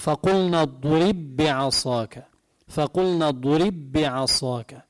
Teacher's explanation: وين ما في بالقرآن بالمصحف بتلاقوا حرف ساكن والحرف اللي بعده متحرك بتضغمون ببعض، مثل فقلنا اضرب بعصاك، هي الضرب باء ساكنة، شو إجا بعدها؟ بي، بعصاك، باء ساكنة بعد باء متحركة بينضغموا ببعض